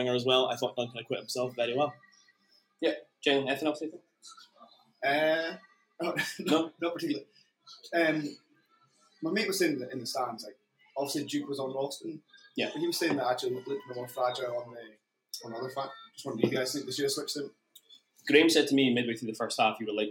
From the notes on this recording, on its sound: ABZFP Live. In the bar at Siberia Bar & Hotel on Belmont Street, Aberdeen for a live version of the show.